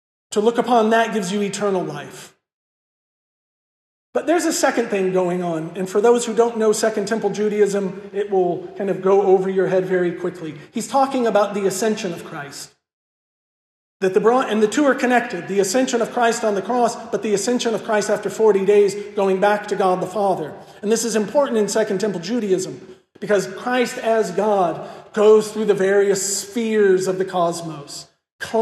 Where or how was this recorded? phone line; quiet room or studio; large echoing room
large echoing room